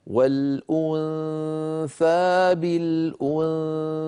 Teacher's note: الحرف الذي بعده حرف الثاء، ومثاله كما نرى بالنسبة للنون والأنثى بالأنثى، ننتقل من مخرج الهمزة إلى مخرج الثاء مباشرة ويبقى من النون غنتها كما أسلفت، لا أضغط على مخرج الثاء إلا عندما أنطق الثاء.